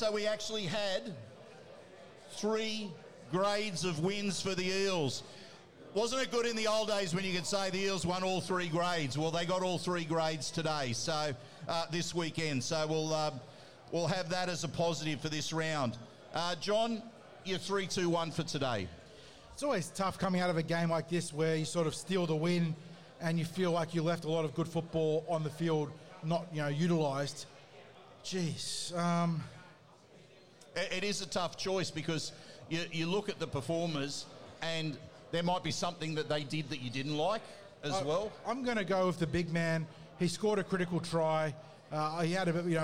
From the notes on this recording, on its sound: live from Jacks Bar & Grill at Parramatta Leagues Club